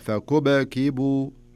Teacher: في السكون هذا اللي في الباء الأولى نخليها تقلقل شوي، تخليها فكبكبوا.